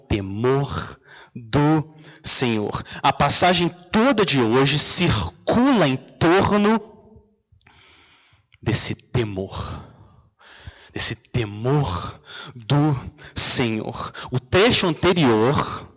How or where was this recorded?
large echoing room